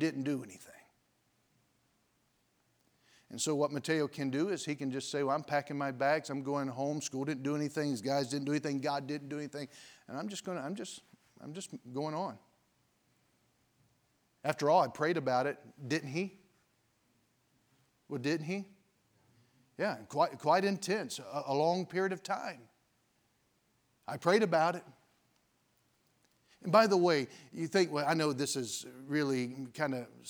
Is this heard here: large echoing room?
yes